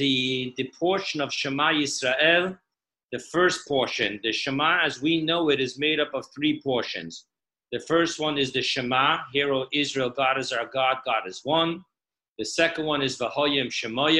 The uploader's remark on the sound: Zoom Parsha Class